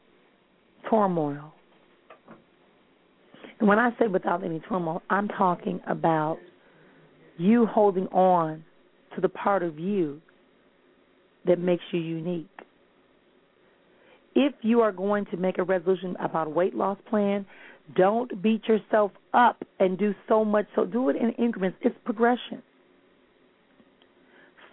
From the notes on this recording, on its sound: Callers may call in with questions.